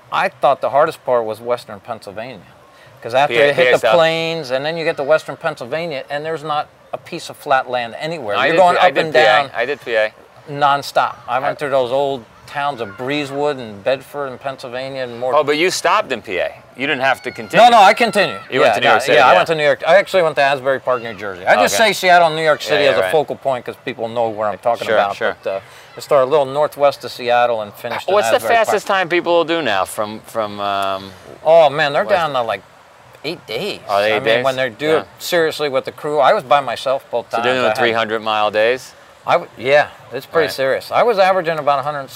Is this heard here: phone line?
no